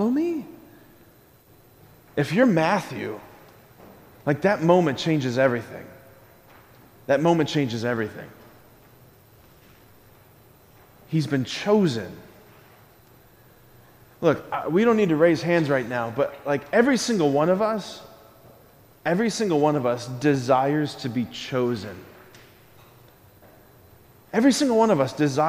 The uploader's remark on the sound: School Mass. Preached this homily on September 21, 2023 at Sacred Heart of Jesus Catholic Church in Wadsworth, OH.